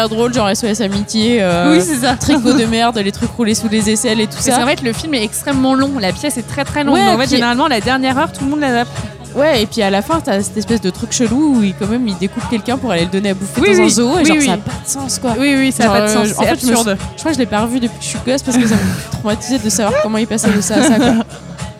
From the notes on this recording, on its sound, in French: enregistré au BarOurcq (Paris 19e)